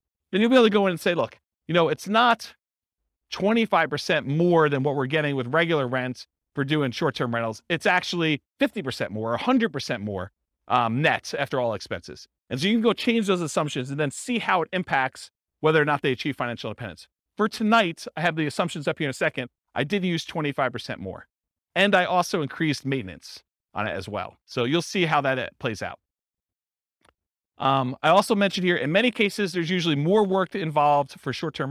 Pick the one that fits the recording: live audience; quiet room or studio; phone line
live audience